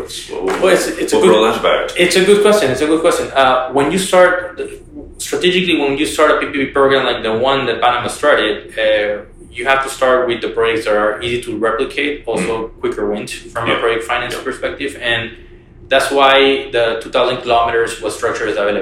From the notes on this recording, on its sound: podcasts recorded at the Inter American Development Bank conference – PPP Americas